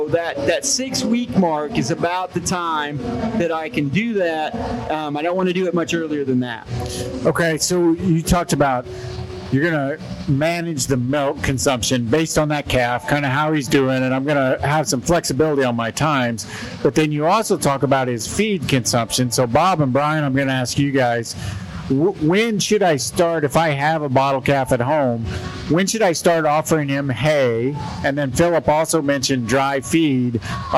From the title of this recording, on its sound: Cattle Chat Live at the Kansas State Fair